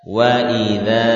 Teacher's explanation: Dzal fathah wa idza, ya. Ini dipanjangkan dengan huruf mad alif